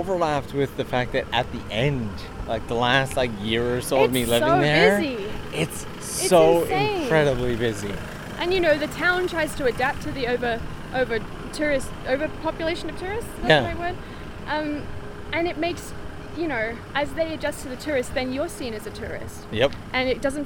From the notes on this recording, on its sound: The goal was simple, to record a nice day out in Tokyo with a good friend.